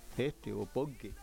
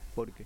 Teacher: yo a veces digo este, aspiro a ese, por ejemplo, este o porque · Shown in: first take · Pero cuando estoy en mi clase, digo porque.